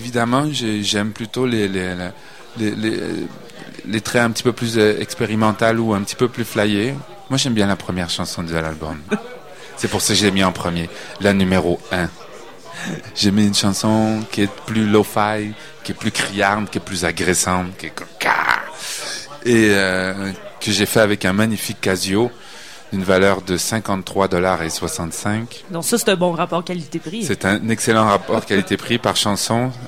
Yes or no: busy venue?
yes